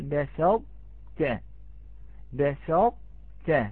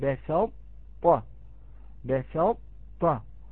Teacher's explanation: أن كل ما في الطاء يدغم في التاء ما عدا صفة الإطباق · Shown in: first take · Term: إدغام ناقص